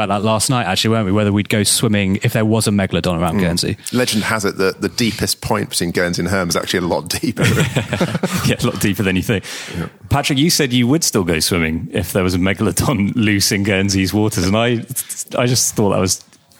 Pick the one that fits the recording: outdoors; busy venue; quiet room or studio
busy venue